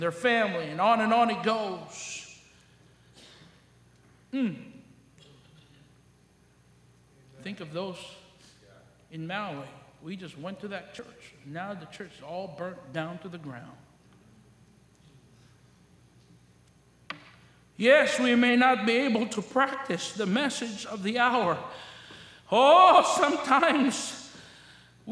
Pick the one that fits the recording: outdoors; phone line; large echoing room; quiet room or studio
large echoing room